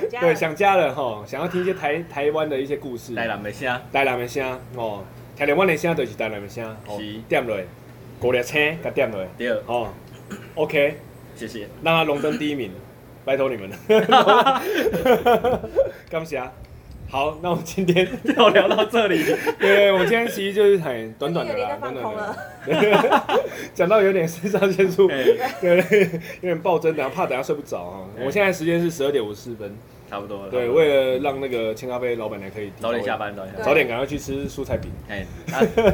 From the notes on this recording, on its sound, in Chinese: 錄音地點：牽咖啡 Chen Coffee